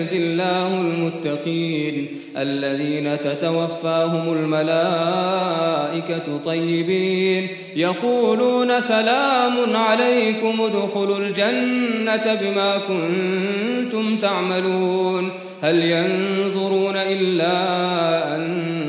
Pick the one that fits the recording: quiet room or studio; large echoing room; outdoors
large echoing room